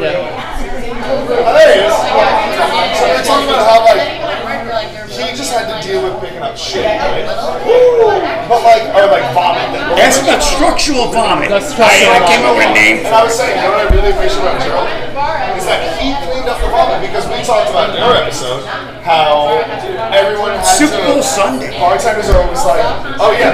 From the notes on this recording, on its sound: in front of live bar audience!